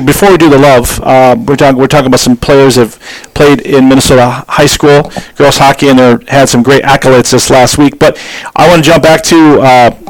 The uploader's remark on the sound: the audio is a little loud and distorted